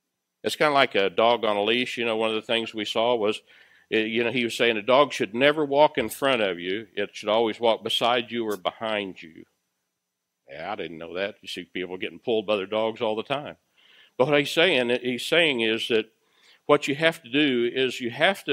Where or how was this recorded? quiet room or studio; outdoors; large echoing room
large echoing room